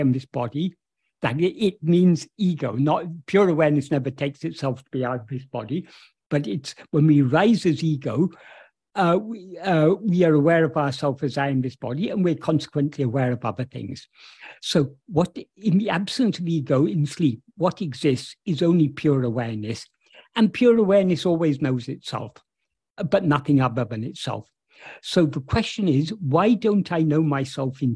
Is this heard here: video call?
yes